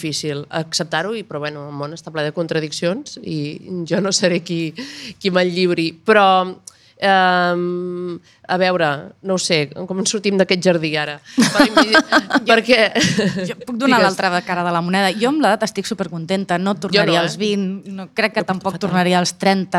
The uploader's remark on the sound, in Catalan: Enregistrada en viu en el marc de la Jornada de Pòdcasts per Combatre la Pressió Estètica del Departament d’Igualtat i Feminismes de la Generalitat de Catalunya i Radio Primavera Sound, celebrada el 3 de desembre de 2023 a l’Antiga Fàbrica Estrella Damm